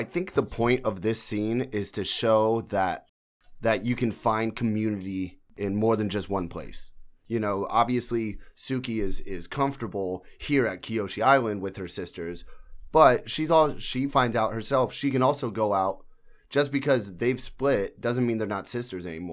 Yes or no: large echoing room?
no